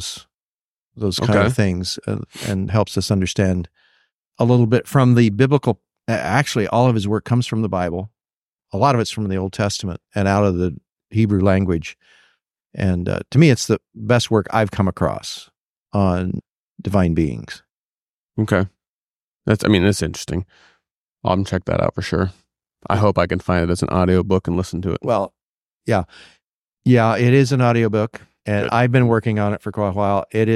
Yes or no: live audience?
no